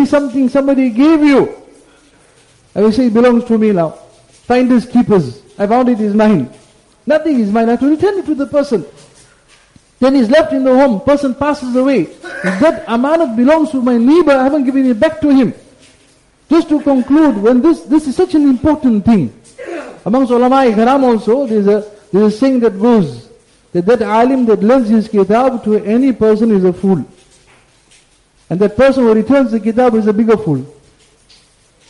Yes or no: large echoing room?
yes